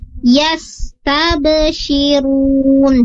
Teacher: Di sana huruf ba sukun. Huruf ba merupakan salah satu dari huruf qalqalah, jadi saat mengucapkannya dipentulkan saat sukun ya huruf ba-nya. Yas tabshirun, bukan yas tab.